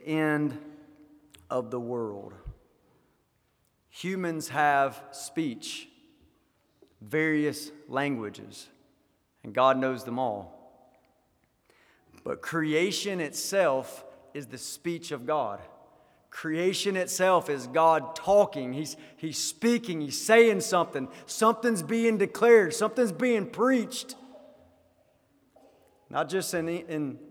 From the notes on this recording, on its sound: Sermon delivered at the GCC Christmas Hymn Sing 2023.